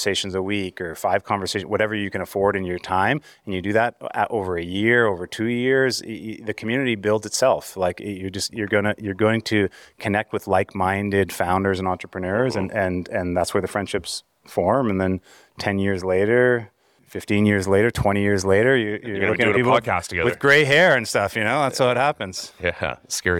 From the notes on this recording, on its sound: Live from CHFA. Coming live from the floor at CHFA. The Canadian Health Food Association. Towards the end of the episode you’ll hear them answer questions from other founders that were at CHFA.